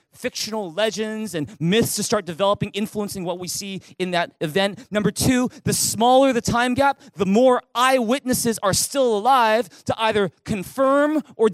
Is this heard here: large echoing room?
yes